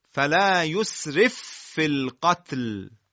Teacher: فاء ساکنه در فاء متحرک ادغام شد